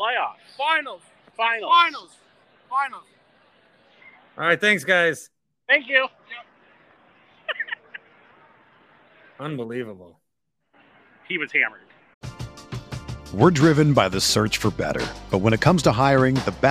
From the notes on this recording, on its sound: On the scene at the Deer District.